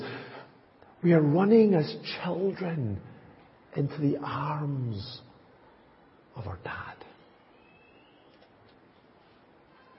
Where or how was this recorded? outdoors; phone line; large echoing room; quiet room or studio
large echoing room